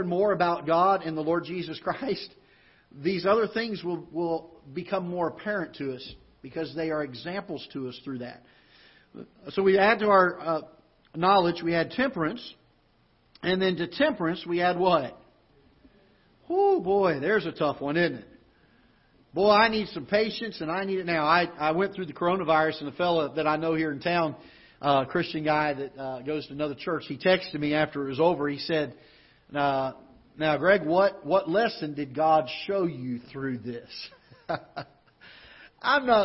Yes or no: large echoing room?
yes